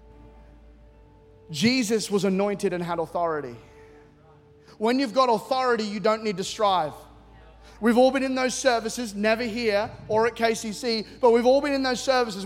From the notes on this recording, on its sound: C3 Powerhouse. Recorded during our 9am service on Sunday, the 14th of January 2024.